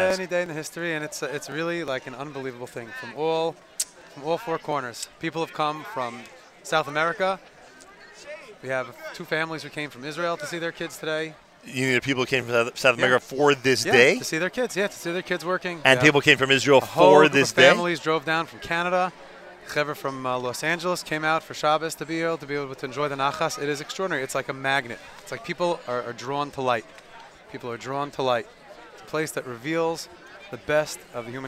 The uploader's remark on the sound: NSN Live from Camp HASC Experience Day Event